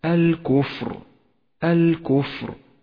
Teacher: ولاحظ حرف الفاء كيف يحتاج إلى صفة الهمس ليغدو حرفا قويا فأجري النفس معه